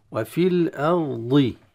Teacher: وفي الأرض، التمكن في الراء قبل الانتقال إلى الضاد، وفي الأرض هكذا. والضاد كما معروف أنه فيه استطالة، فلا ينطلق الصوت دفعة واحدة، مع مراعاة ترقيق الهمزة، لأن كثير ما نسمع وفي الأرض أرضي في وفي الأرض، تفخيم الراء كذلك مع الضاد.